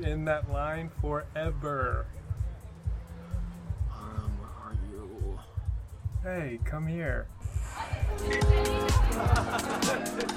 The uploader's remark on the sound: It is late in the evening and we are on the sidewalk outside of Faultline Bar on Melrose Ave.